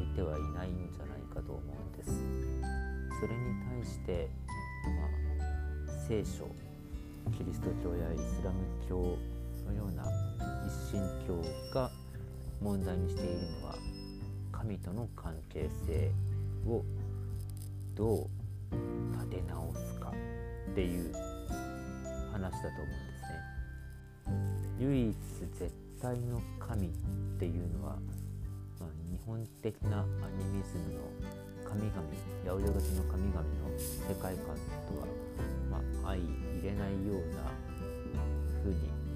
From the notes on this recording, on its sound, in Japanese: 雑音が多くなってしまった上、音声が小さくなりました。